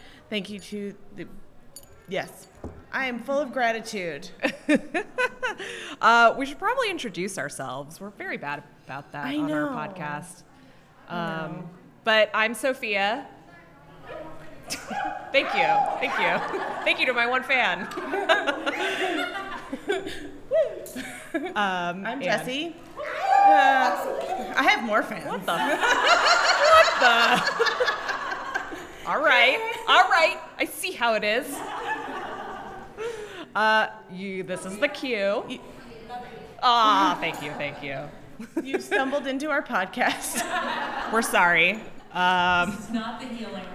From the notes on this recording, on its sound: Got on stage at Reunion 2020 for their first (and maybe only) live episode. A few brave souls joined us for the largest intro clap ever. This episode was filmed live on January 25, 2020 in Scottsdale, Arizona, as part of Reunion 2020.